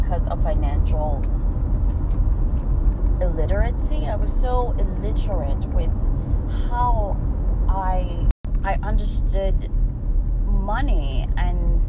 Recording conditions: background noise